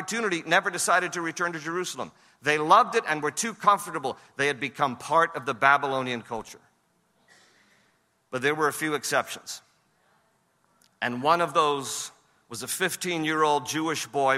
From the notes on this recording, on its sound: share messages with this year’s Pray Vote Stand Summit audience